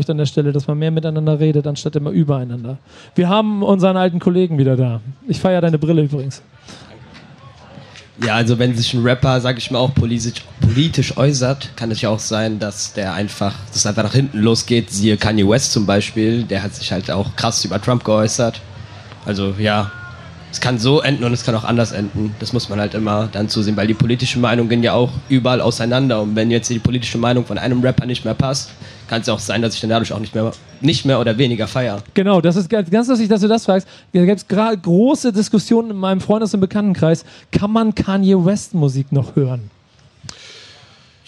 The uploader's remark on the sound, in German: Der BACKSPIN Stammtisch live vom Splash! 22